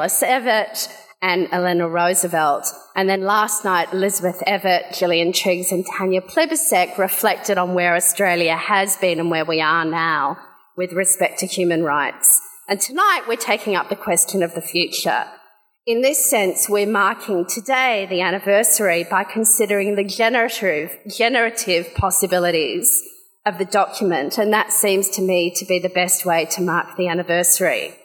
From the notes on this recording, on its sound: Audience Q&A